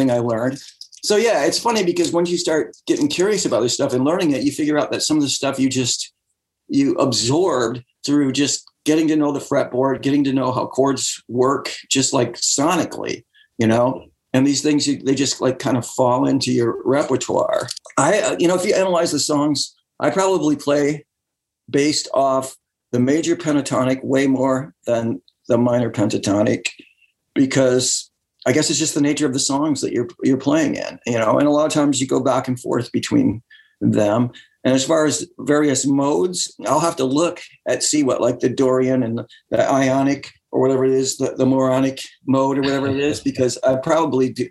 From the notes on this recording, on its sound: Remote ZOOM.